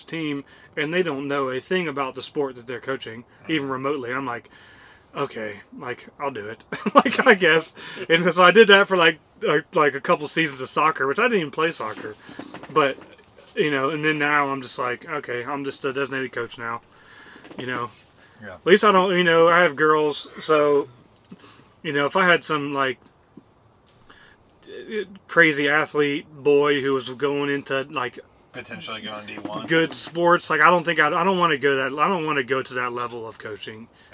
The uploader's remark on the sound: Live from deer camp we recorded an episode from the annual scouting and shed hunting trip.